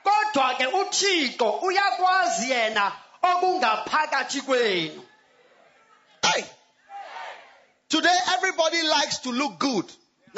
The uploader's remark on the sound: Preached at Healing Jesus Campaign, King Williams Town - South Africa